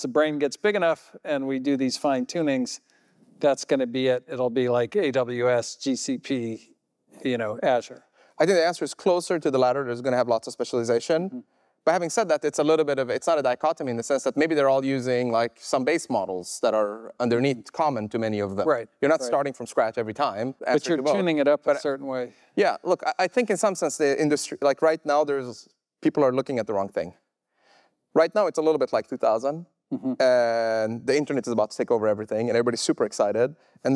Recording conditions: live audience